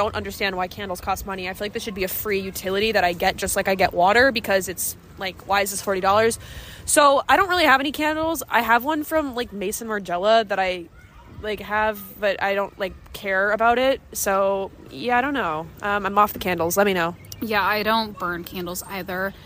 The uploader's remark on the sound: live from the street